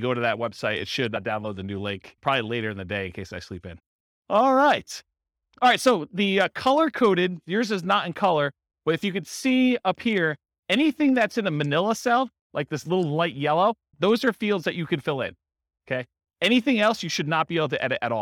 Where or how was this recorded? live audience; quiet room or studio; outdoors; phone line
live audience